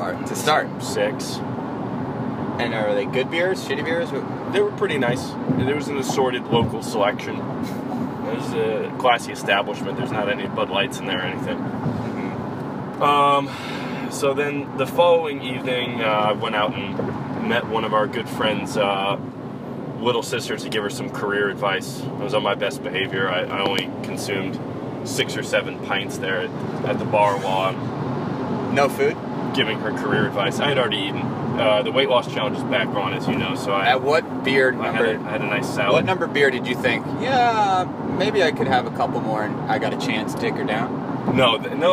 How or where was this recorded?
inside a vehicle